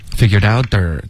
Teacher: 这个 der 的音不能有儿化音，是 the。OK。舌头不要卷